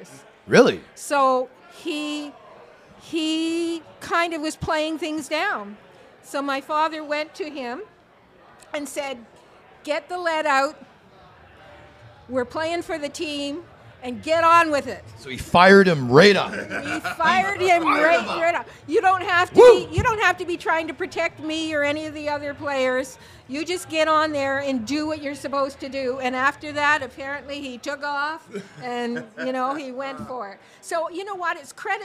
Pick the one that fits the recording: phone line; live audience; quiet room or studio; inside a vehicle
live audience